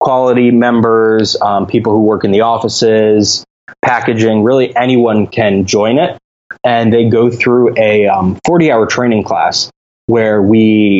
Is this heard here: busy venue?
no